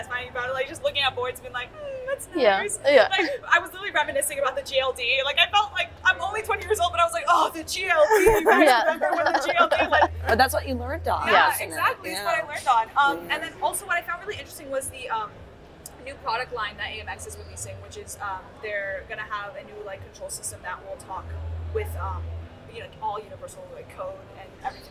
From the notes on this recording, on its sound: If the audio sounds a bit wonky to you, that's because we are live and in-person at InfoComm 2023!